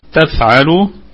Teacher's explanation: الكلمة كلها مرققة والفاء فيها الهمس، واللام فيها مد طبيعي وصلا ووقفا. تفعلوا يعني نقف عليها بالمد الطبيعي، وأيضا في حال الوصل هو مد طبيعي أيضا.